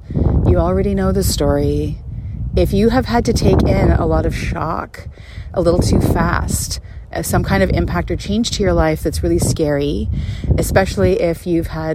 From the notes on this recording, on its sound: Takes the podcast on location to a community garden nearby. This is an entirely unscripted stroll.